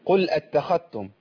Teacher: لو الذال ما بنتش هنا هعمل إضغام ليها في التاء